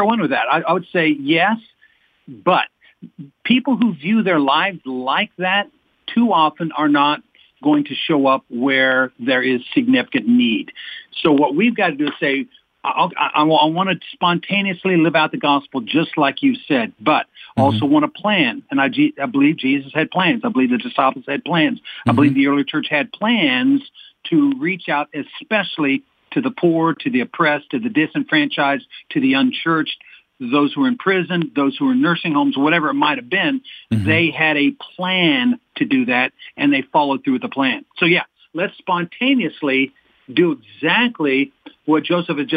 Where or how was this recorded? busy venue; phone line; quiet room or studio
phone line